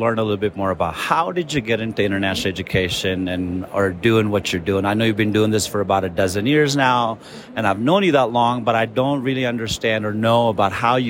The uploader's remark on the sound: Live from the NAFSA Annual Conference 2022! Live from the NAFSA Conference Expo Hall floor in Denver, Colorado.